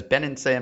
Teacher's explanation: So the sequence with Ben and Sam is bilabial, alveolar, alveolar, alveolar, alveolar, bilabial. Your point of articulation changes twice.